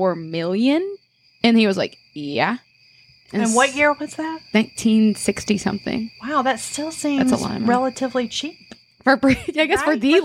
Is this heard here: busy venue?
no